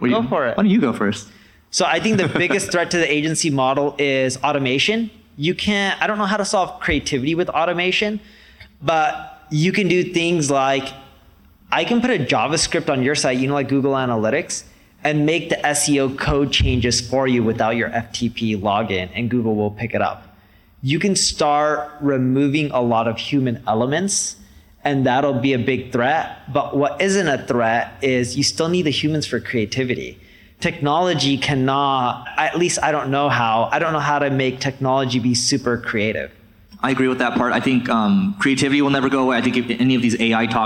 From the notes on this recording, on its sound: Q & A from our Marketing School Live event